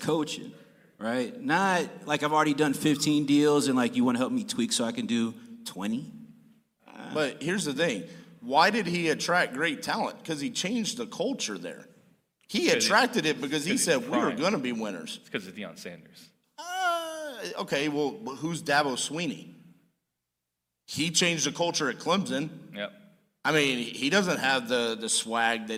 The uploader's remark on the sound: PTD Live from Tampa, Florida. To the live stage at The Family Mastermind event in sunny Tampa, Florida!